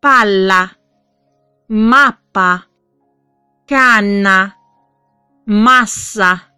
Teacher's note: 刚刚我们讲了，双辅音怎么样？需要延长一点